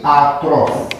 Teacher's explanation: Sau se poate întâmpla, și în greacă situația aceasta e mai frecventă, ca cele două sunete să se pronunțe separat în silabe distincte. Deci ca niște vocale în hiat.